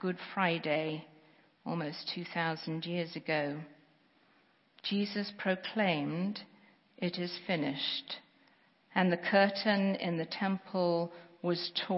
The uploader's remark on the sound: Sermons preached at Church of the Good Shepherd, Maitland, Florida.